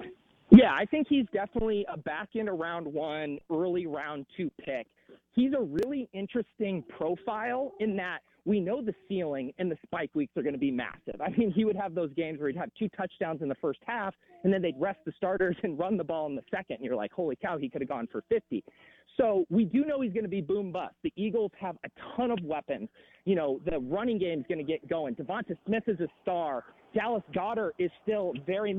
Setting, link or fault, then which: link, phone line